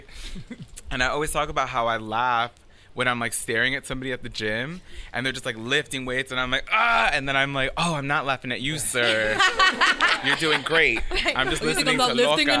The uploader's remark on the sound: In front of the largest audience LOL has ever had. Takes questions from our live studio audience.